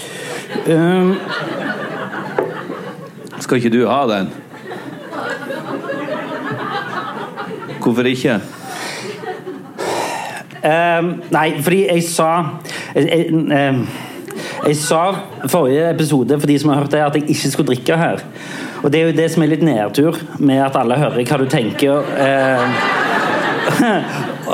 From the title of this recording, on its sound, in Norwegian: Vår andre LivePod! Fra et fullsatt Stavangeren!